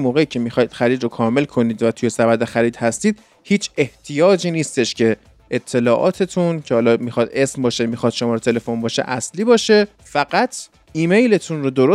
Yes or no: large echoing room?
no